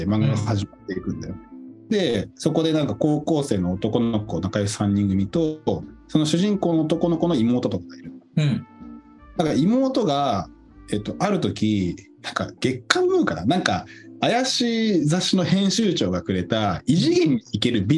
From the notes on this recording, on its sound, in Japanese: リモート収録した雑談回